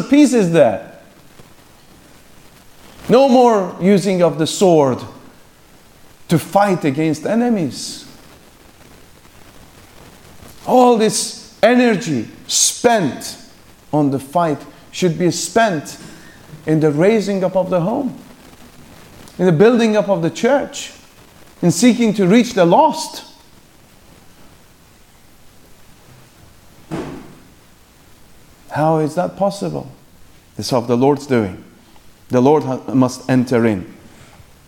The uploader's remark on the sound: The morning session from the Free Southern Presbytery's 2nd Family Conference.